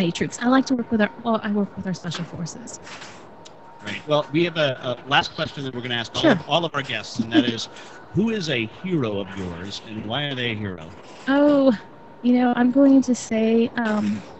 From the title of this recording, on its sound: LIVE POTUS Debate at the Libertarian Party Texas Convention